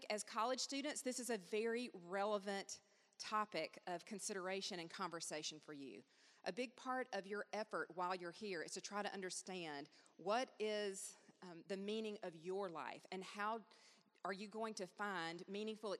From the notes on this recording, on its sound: gives a lecture as part of Samford University's Campus Worship on 27 October 2016